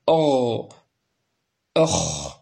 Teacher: والغين والخاء يخرجان من أدنى الحلق، من أدنى أي الحلق.